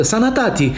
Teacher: Moldovenească, în schimb, a păstrat fonetica curată, sanatati, cu aurile deschise la fel de larg ca și gura